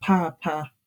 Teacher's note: so two low tones, and that means a fan.